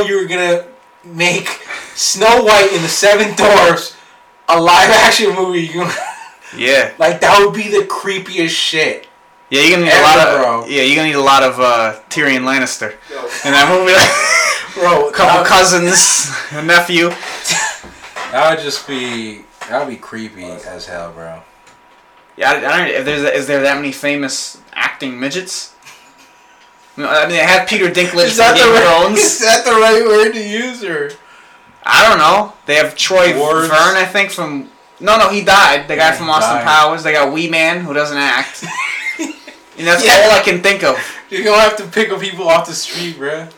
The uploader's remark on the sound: Firstly I want to apologize for the audio. I'm not sure why it sounds like we used a potato to record this. It gets better towards the end.